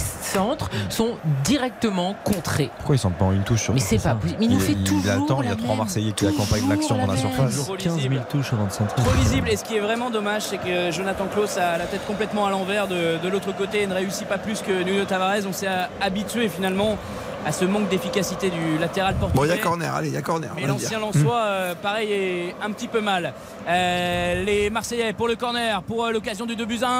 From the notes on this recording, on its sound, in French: en direct du stade Vélodrome